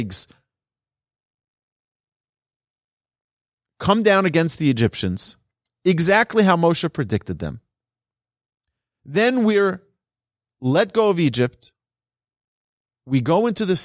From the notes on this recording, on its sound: Recorded in the TORCH Centre - Studio B to a live audience. In Houston, Texas.